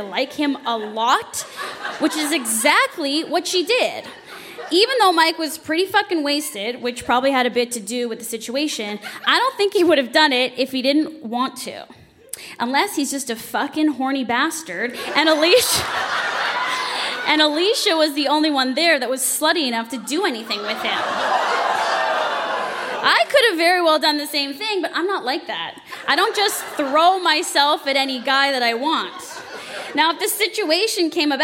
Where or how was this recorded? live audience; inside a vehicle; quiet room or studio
live audience